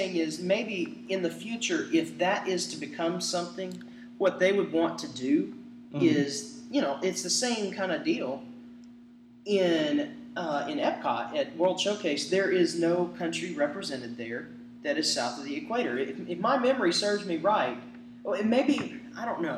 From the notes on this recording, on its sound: Also, please excuse some of the audio issues. The team is still working on learning their equipment.